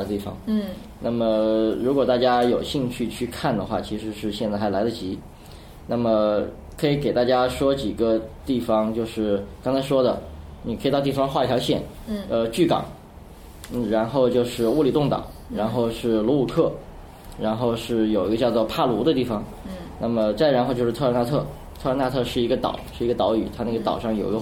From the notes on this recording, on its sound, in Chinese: 本期节目为在张大妈办公区用录音笔录制，可能有街道上的杂音，请见谅。